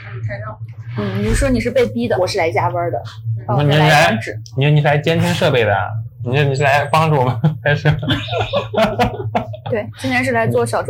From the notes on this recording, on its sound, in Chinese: 由于我们是在外面边吃饭边录制，爆音有点严重